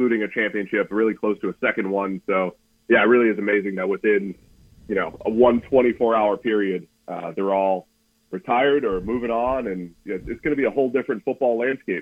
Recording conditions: phone line